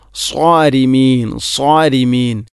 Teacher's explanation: സ്വാരിമീൻ എന്നതിലെ സ്വാദ്, അവിടെ സ്വാരിമീൻ എന്നാണ് പറയുക, സ്വാരിമീൻ, മലയാളത്തിലെ സോ എന്ന ശബ്ദം. സ്വാദ് ഉച്ചരിക്കുമ്പോൾ നാവിൻ്റെ മധ്യഭാഗം അണ്ണാക്കിലോട്ട് ഉയർന്നു വരണം, അതാണതിൻ്റെ പ്രധാനപ്പെട്ട സ്വിഫത്ത്. അതില്ല എങ്കിൽ പിന്നെ സീനാകും.